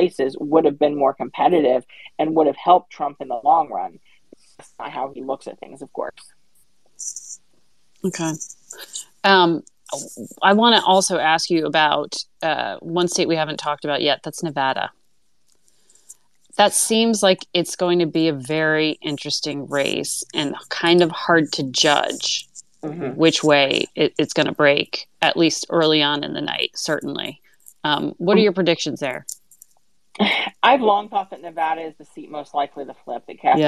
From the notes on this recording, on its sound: This conversation was recorded via Twitter Spaces